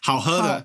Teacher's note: Hao he is the first tone. So it's flat.